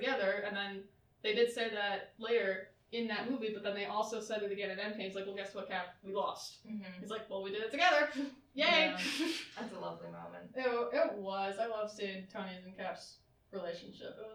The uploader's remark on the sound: We did have a few technical difficulties with the audio of this episode